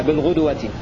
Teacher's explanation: بضم الغين وإسكان الدال وواو مفتوحة